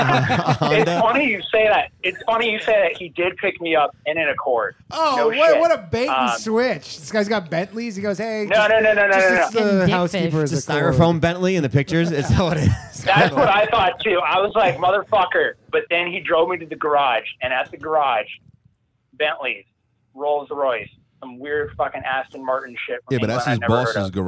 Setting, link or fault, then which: link, phone line